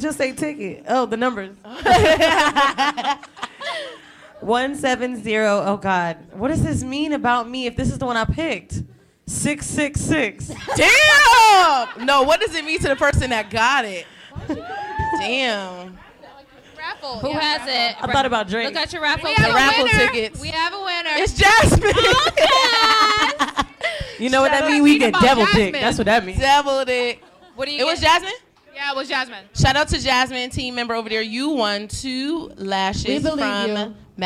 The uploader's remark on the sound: We had to celebrate big with a live show!